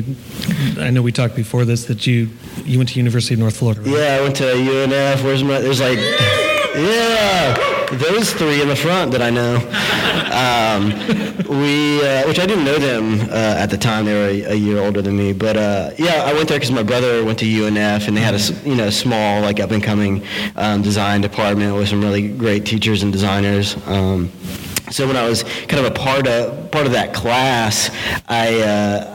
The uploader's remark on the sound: We sat down and recorded this live, in front of 700 people, from the stage at Creative South last week.